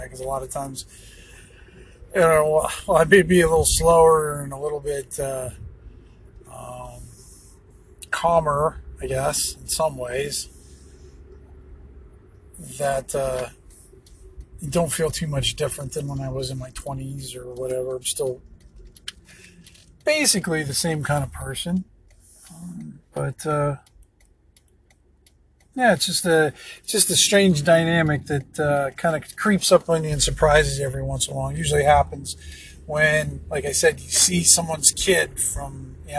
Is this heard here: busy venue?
no